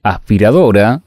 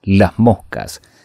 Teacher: Por ejemplo, en la combinación las moscas, nosotros no pronunciamos las moscas, sino que vamos aspirando la S de las, quedando como una especie de salto · Term: aspiradas